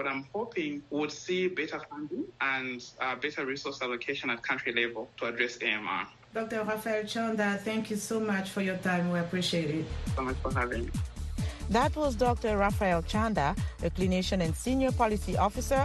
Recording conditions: phone line